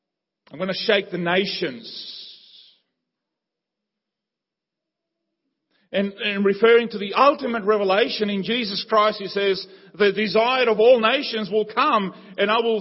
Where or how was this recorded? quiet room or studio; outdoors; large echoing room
large echoing room